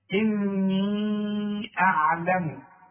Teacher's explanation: خلاص إني، انت خدت النون، احنا قلنا كل نون على شدة لازم تبان، فما تقولش اني اعلم، لا اني. خلاص وعند المد فوق الياء عشان بعده همزه لازم امد اربع حركات عند الوصل